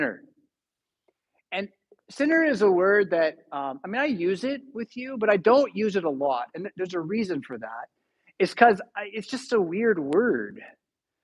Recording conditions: large echoing room